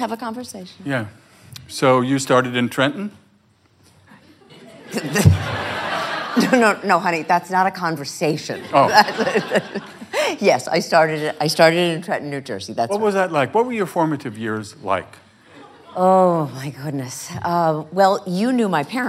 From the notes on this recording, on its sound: The conversation was recorded on December 14, 2015 in front of a live audience at New York's 92nd Street Y.